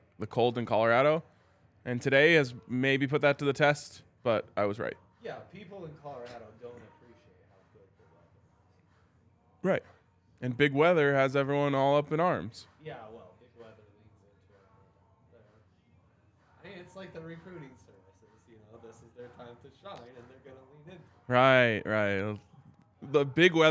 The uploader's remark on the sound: LIVE from the DNVR Bar